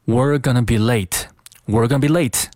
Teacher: we 和 are，它们连在一起变成了 weare，weare。但是语速再快一些的时候呢，这个 we are 可能读的也会弱一些，变成 were，were，were。那这个时候这句话就变成了 we're gonna belate，we're gonna belate。那在这句话中有一个关键词就是 late，所以说你不管前面读的多快，这个 late。尤其是这个 a 的这个双元音 a，一定要记得读完整了，读作 latelate。当然，如果你语速比较快的话呢，这个 late 后面这个 t 可以失去爆破 · 些，变成 were，were，were。那这个时候这句话就变成了，We're gonna belate。We're gonna belate。那在这句话中有一个关键词，就是 late。所以说，你不管前面读得多快，这个 late 尤其是这个 A 的这个双元音， A 一定要记得读完整了，读作 late，late。当然，如果你语速比较快的话呢，这个 late 后面这个 t 可以失去爆破